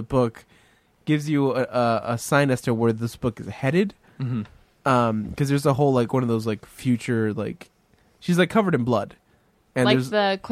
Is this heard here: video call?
no